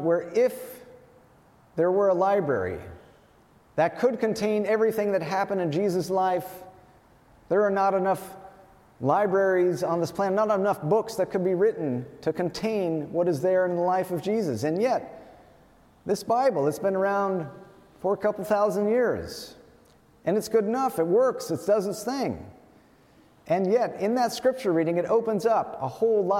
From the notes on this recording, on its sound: Wayfarers Chapel is an Ecumenical Ministry of the Swedenborgian Church and the National Memorial to Emanuel Swedenborg located In Rancho Palos Verdes, CA.